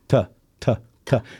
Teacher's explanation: the T on tongue is what we call dentalize.